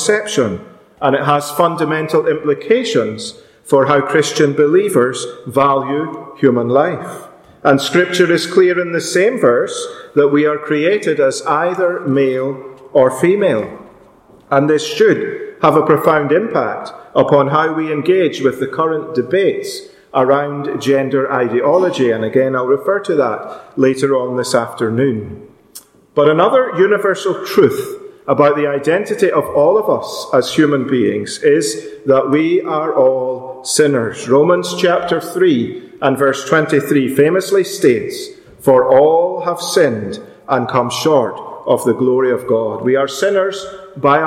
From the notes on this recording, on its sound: Our special afternoon meeting at Ballymacashon Congregational Church. This podcast was recorded live at that meeting.